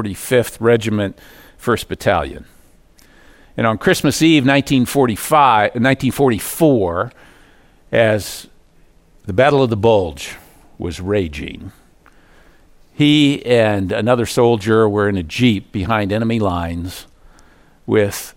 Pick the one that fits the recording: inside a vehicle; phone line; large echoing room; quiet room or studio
large echoing room